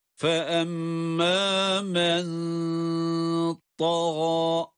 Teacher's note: cezimli nun kendisinden sonra ta harfi gelmesi sebebiyle evet burada ihfa oluyor